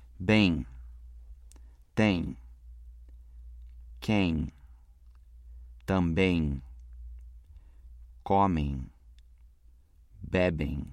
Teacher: A terminação em também é pronunciado como ditongo nasal.